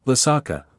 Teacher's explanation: with the last two syllables rising